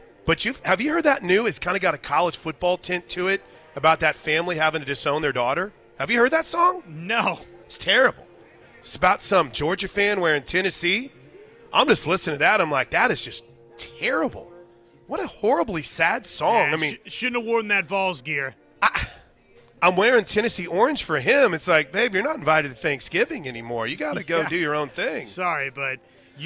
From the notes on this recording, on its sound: live from the Big 12 Softball Tournament!